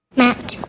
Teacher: saying the word Matt with the crispest T you ever did hear